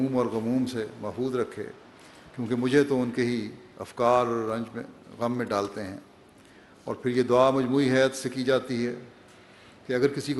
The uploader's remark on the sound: Concluding Address at Jalsa Salana UK 2021